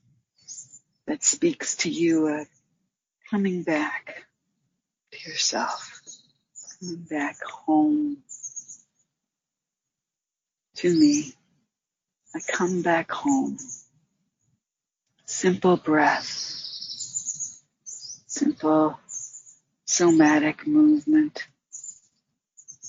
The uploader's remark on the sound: In this guided meditation led from the outdoor setting of majestic redwoods outside of Santa Cruz, California.